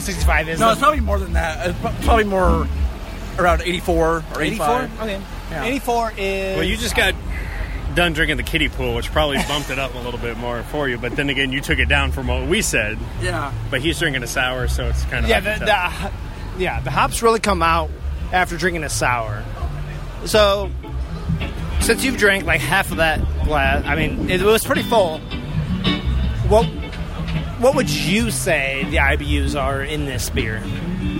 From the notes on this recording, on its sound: We take the show on the road and record live at 2Toms one year anniversary luau, sponsored by Indy Craft Brews.